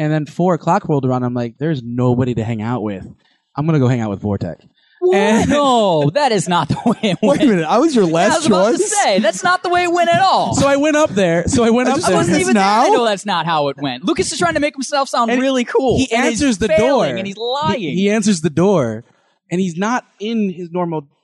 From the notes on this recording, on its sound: The RACK Show, live at Midwest Media Expo!